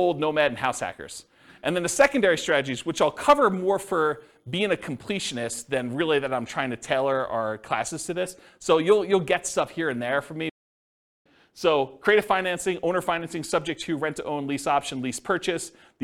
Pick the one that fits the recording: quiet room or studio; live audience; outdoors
live audience